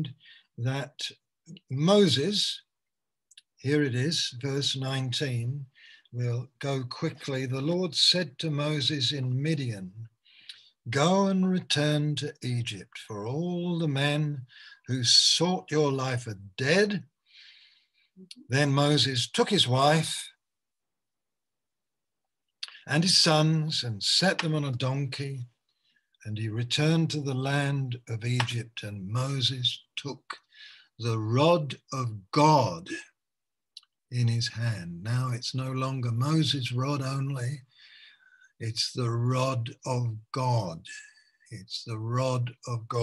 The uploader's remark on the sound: Malaysia Meets (Zoom)